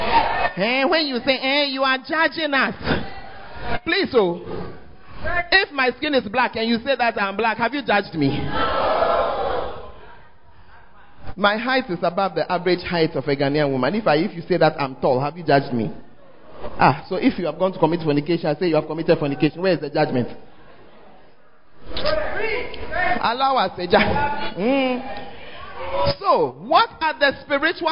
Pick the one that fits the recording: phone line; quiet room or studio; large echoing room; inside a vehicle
large echoing room